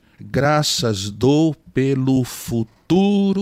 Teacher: as tônicas estão na primeira, graças dou, na terceira, graças dou por esta vida. Na primeira, na terceira e na sete. É onde estão as sílabas tônicas dessa canção.